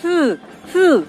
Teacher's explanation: la Z, que es un sonido interdental, que la podríamos expresar a través de la Z o DH, Z, Z, ¿verdad?